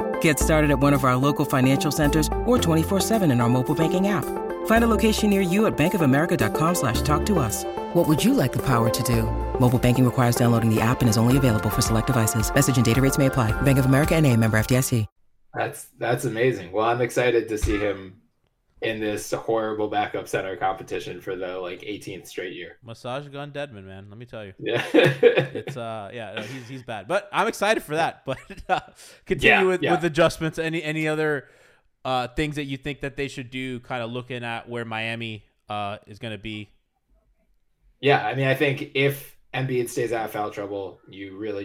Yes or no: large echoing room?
no